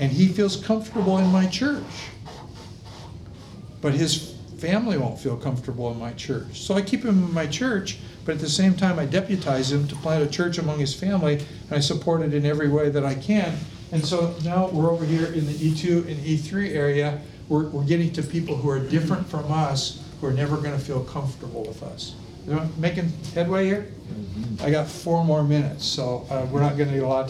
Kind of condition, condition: setting, busy venue